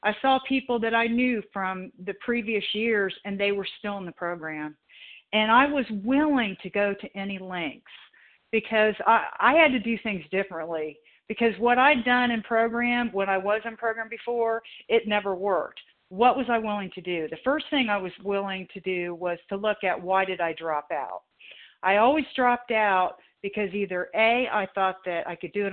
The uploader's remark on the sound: the 100 Pounders Phone Meeting